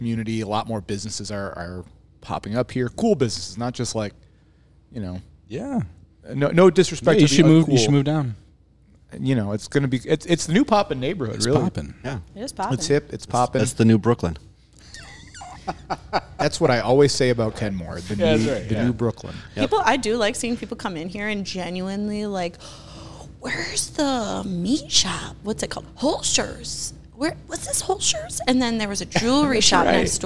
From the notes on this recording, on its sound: we're on location at Black Iron Bystro